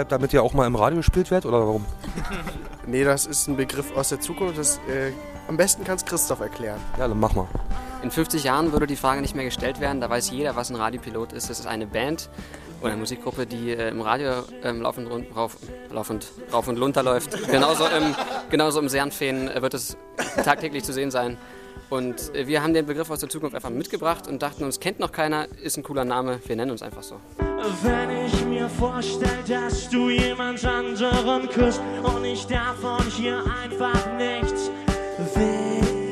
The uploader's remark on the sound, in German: Interview und Konzertmitschnitt beim Showcase am 24.